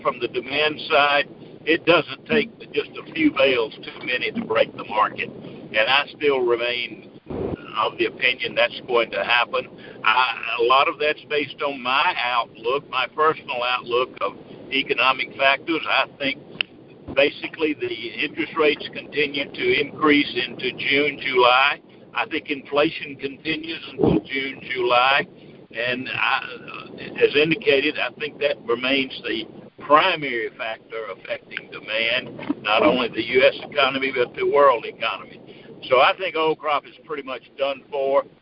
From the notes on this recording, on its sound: Monthly Cotton Conference Call.